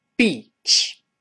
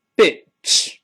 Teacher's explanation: 长音“一”，这个口型很小，就像我们数数“一”，拉长 · Shown in: first take · ，呃，像个细线一样，把它拉长。我们读一下沙滩这个字，beach，beach。啊，好，我们再读一下这个母狗这个词，bitch，bitch。哎，听出明显不一样。那再比如说我们说绵羊，S H E EP，这是长音，E，读起来，sheep，sheep。哎，我们再读一下轮船 Ace, uh, S H I P 的老师读起来。Ship. Ship.哎，绵羊是 sheep，轮船是 ship。哎，不一样。嗯，我们再比如说那个，呃，咱们说一个床单儿那个词吧。S H